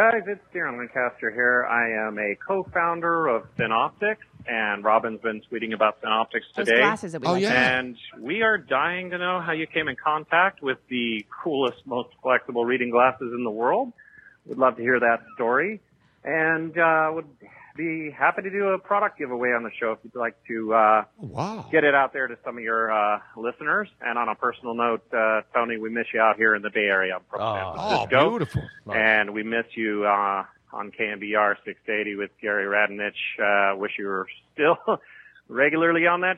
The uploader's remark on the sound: a phone call